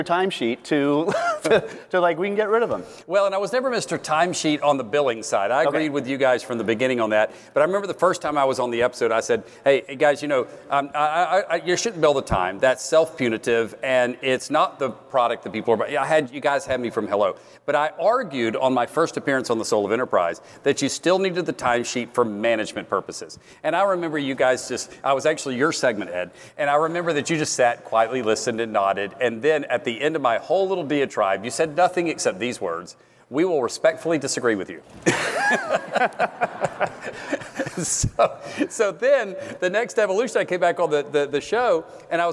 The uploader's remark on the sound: Live from Scaling New Heights